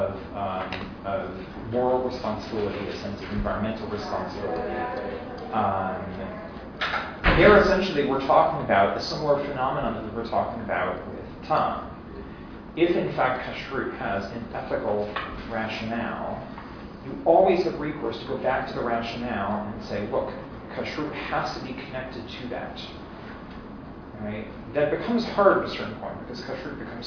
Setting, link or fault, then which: setting, live audience